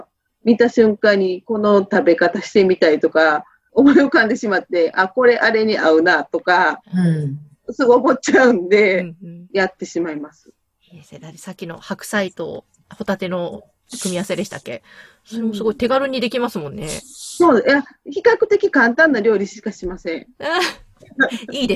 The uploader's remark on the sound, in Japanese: Zoom収録。